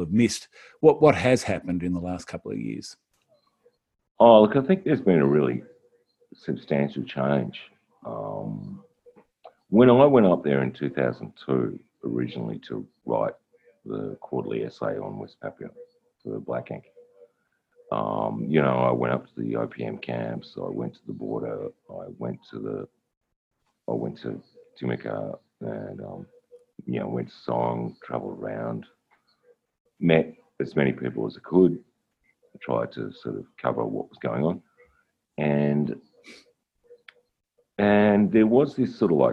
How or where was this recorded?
video call